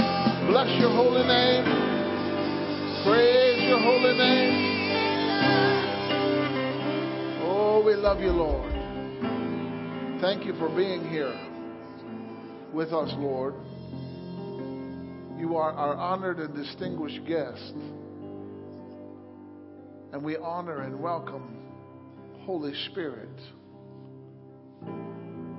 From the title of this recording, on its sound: Wednesday Night Service